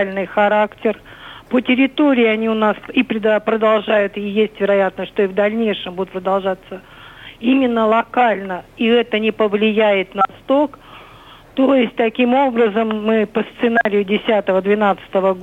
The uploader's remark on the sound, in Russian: По телефону